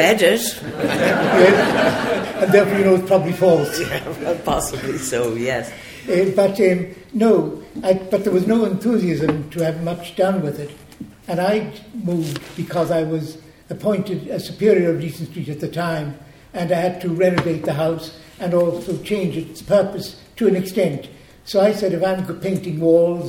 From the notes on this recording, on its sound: Recorded in the National Gallery of Ireland's lecture theatre on 15 November 2018. This live recording.